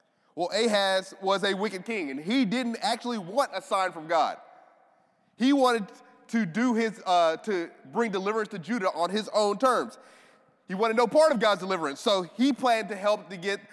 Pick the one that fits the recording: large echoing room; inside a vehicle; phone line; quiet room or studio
large echoing room